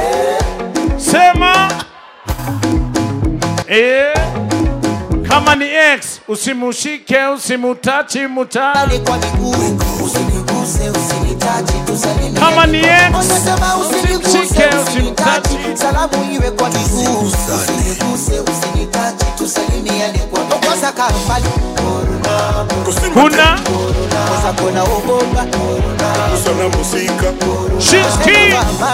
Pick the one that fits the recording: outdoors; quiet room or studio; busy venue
busy venue